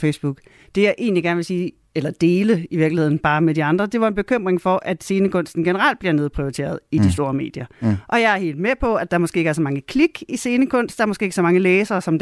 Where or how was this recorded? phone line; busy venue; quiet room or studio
quiet room or studio